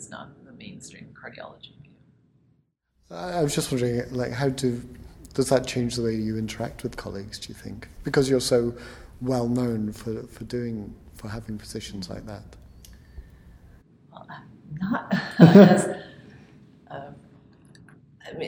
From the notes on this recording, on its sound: This week we’re at the Preventing Overdiagnosis conference in Quebec Canada